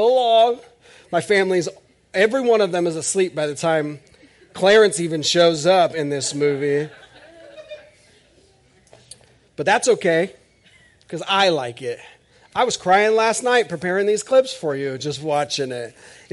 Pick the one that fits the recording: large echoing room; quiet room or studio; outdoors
large echoing room